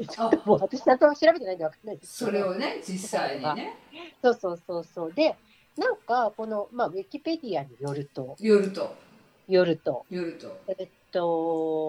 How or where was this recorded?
video call